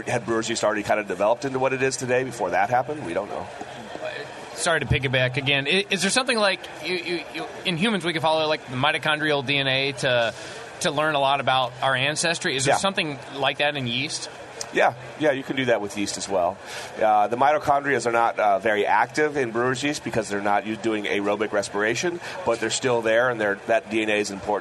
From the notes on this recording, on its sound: broadcast live from the National Homebrewers Conference in San Diego